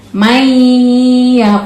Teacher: Mai sudah masuk ke ya dengan gunnah. · Term: idgham bil gunnah